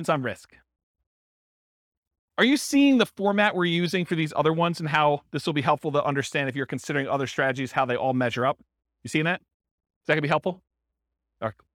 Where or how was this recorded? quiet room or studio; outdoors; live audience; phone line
live audience